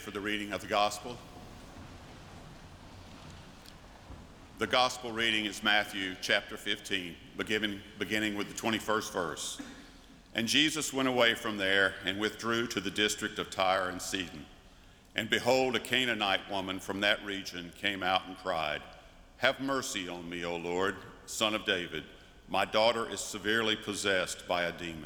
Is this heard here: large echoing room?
yes